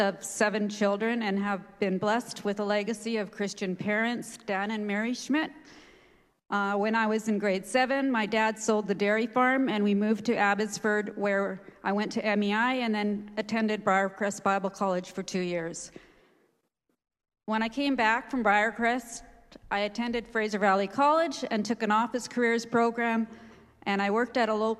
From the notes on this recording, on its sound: This is a live recording from our Sunday March 6th Service